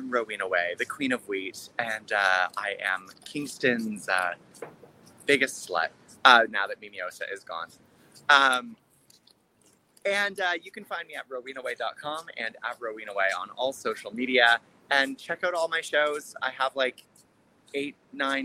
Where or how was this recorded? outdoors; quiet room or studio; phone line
outdoors